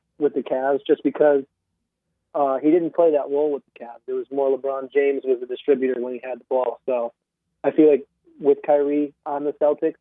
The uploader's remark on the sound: returns via the phone lines